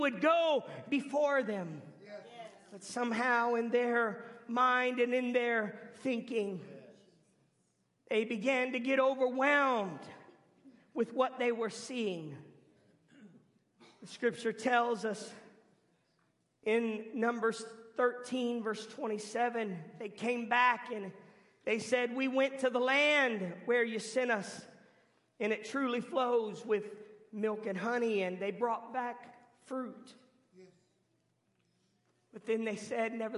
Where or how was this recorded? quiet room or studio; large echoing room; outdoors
large echoing room